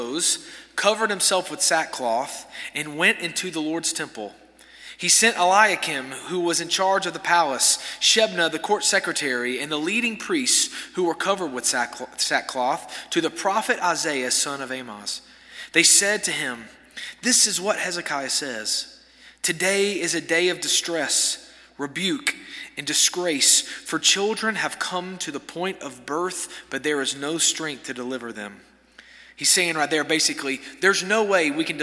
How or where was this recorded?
large echoing room